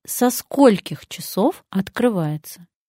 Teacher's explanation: В слове «скольких» ударение всегда падает на первый слог и никогда никуда не убегает.